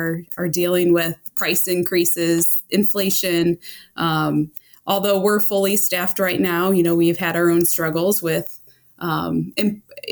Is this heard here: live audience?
no